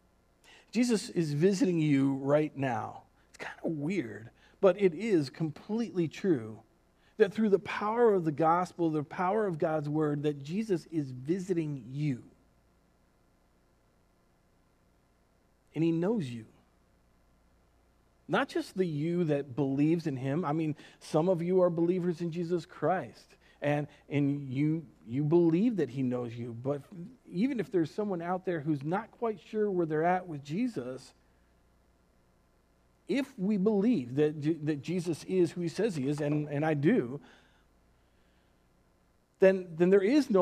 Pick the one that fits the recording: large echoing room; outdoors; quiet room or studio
large echoing room